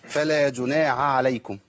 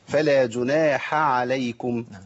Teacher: ابدال الحاء بعين والسبب ايه منع النفس في مخرج الحاء · Shown in: first take